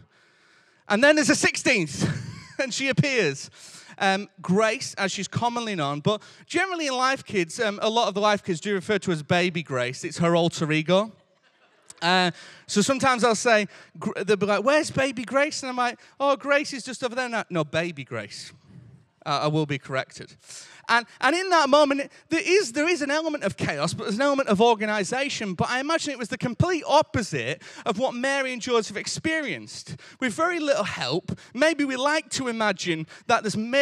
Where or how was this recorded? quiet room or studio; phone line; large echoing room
large echoing room